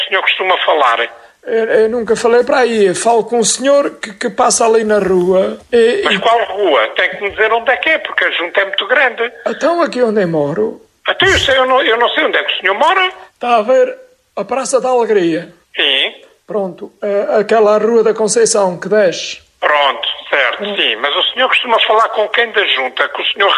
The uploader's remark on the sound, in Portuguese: RFM - Telefonema